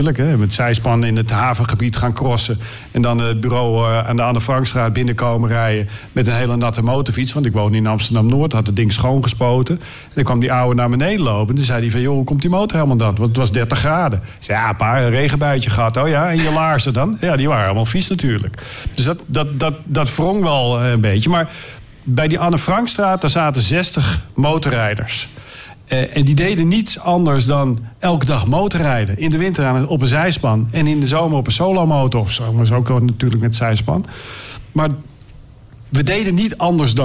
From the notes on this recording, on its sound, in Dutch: Onze jubileumaflevering met publiek.